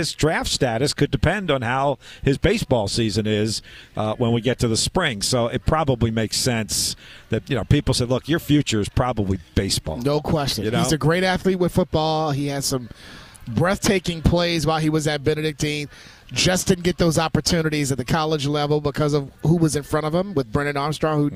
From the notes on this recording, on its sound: live from Colonial Downs